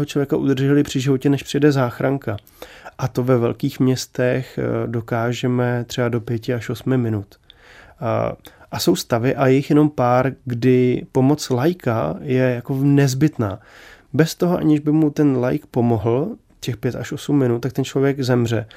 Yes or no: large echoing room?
no